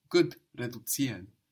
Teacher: And Zs in German are pronounced TS. TS, that's the pronunciation of a Z sound in German.